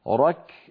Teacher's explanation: الكاف قصيرة لأنها حرف شديد